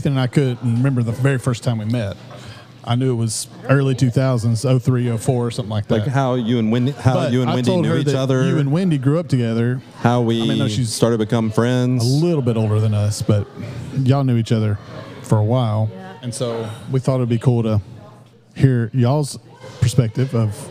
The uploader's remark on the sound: In this unique episode we take our podcast to the cafe for a live recording. Both Baba Java employees and long loyal customers step up to the mic and ask their questions about coffee.